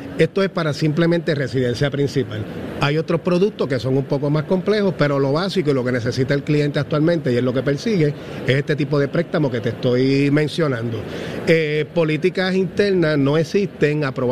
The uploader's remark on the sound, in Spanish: 93.7 Z 93 Puerto Rico. Desde Centro De Convenciones.